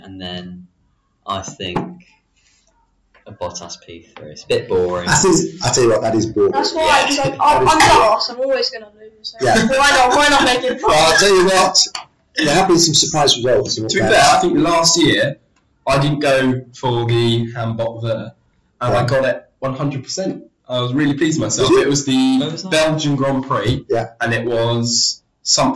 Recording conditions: poor sound quality